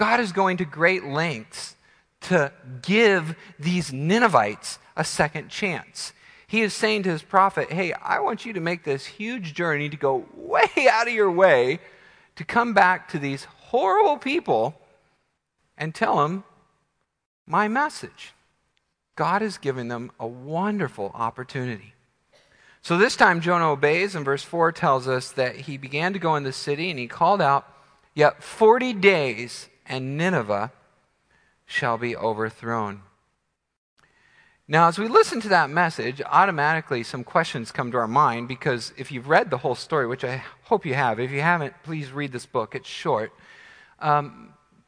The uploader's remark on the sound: Midland Evangelical Free Church Sermon Audio